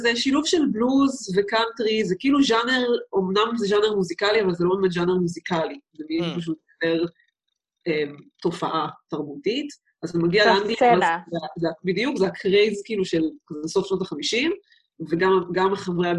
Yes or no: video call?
yes